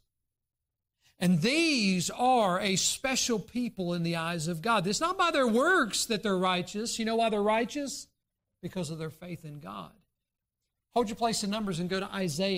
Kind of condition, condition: setting, large echoing room